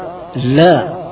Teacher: Jangan sampai dibaca la, menebalkan lam dibaca dengan la